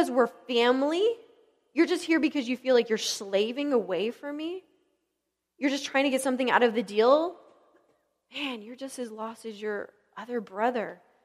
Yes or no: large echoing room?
yes